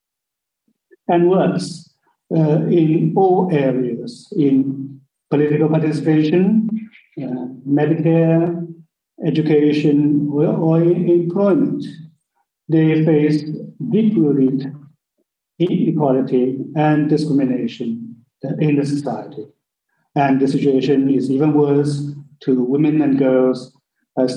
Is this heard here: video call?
yes